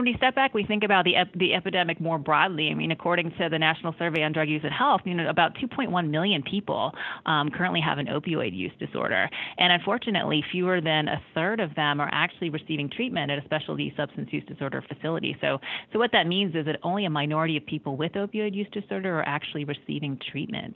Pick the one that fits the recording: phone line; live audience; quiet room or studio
phone line